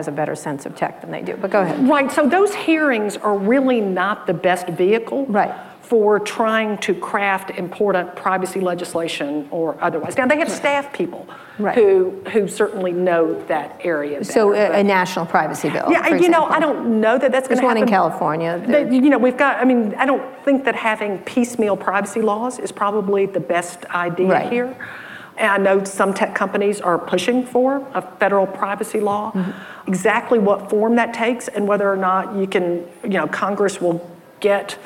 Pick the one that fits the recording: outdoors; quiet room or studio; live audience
live audience